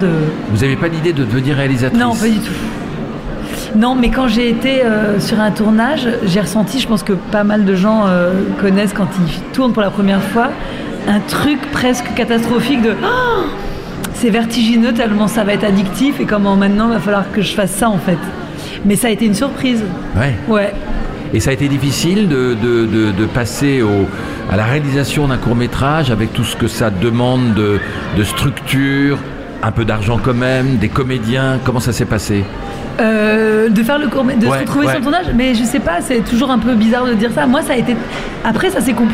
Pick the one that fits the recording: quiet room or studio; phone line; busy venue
busy venue